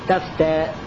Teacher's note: بإبدال الهمزة ألفا لأن قبلها متحرك